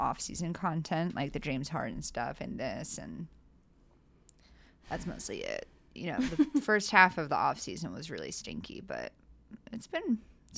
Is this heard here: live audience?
no